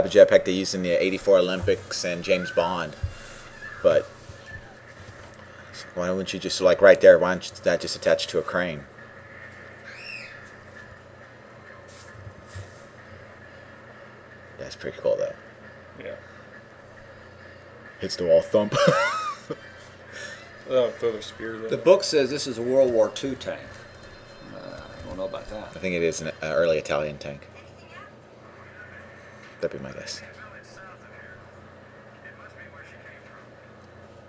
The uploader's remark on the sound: First we recorded a short 13 minute podcast on the porch during the Easter weekend